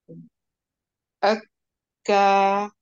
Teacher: قرعنا مخرج الكاف، كاف من اقصى اللسان